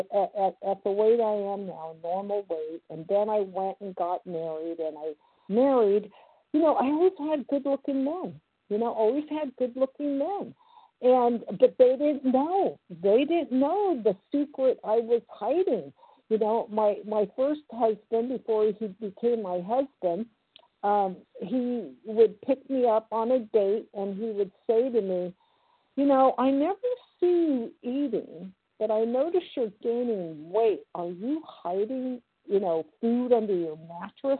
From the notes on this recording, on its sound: 100 Pounders Phone Meeting